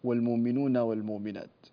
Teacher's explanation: ورش رحمه الله يعني يبدل الهمزة الساكنة في والمؤمنون والمؤمنات